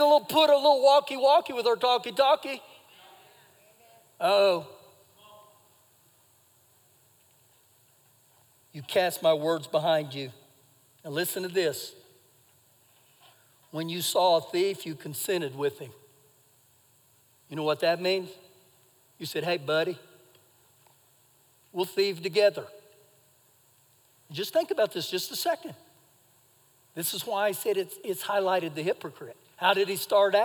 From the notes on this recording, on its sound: Recorded live during our Sunday morning service